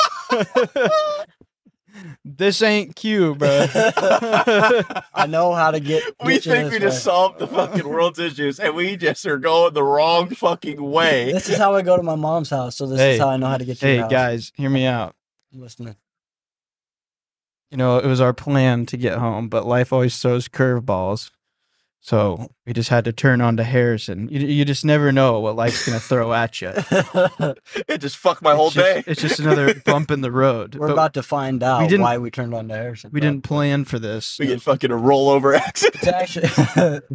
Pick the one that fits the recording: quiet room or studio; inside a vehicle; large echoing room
inside a vehicle